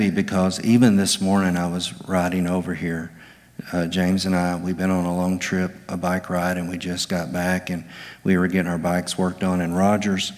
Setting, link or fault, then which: setting, large echoing room